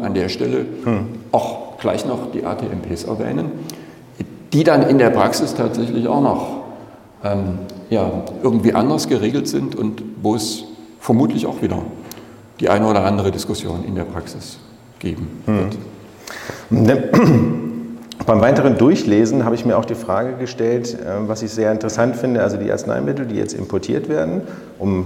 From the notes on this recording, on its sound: GMP-Konferenz in Mainz. Live Podcast Session.